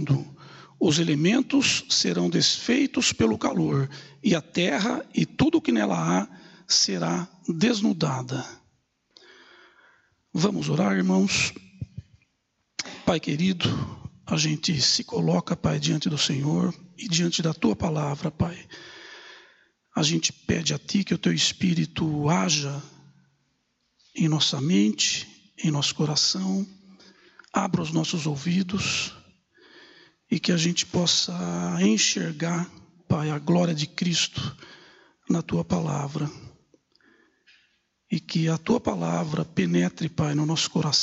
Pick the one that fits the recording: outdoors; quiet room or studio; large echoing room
large echoing room